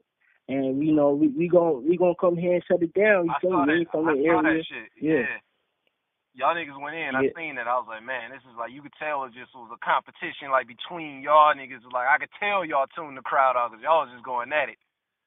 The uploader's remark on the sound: a call in interview